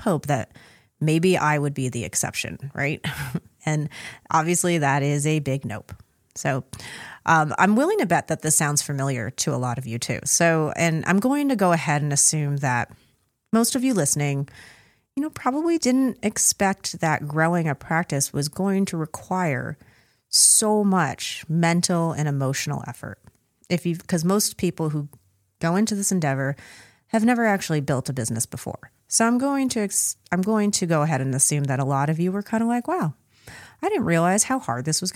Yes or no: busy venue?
no